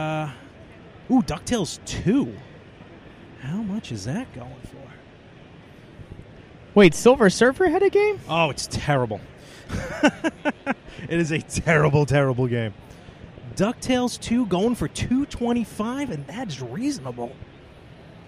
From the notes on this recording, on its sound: It's a hybrid episode this week LIVE from New York Comic Con 2017! Walk the con floor to see what NYC had to offer.